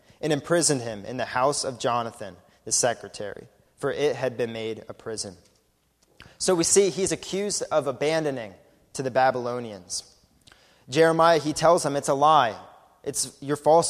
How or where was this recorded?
large echoing room